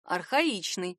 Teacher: Архаика, но архаичный, ударение сместилось на «и»